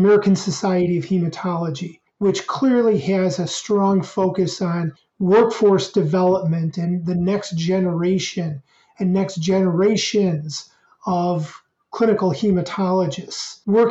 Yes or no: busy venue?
no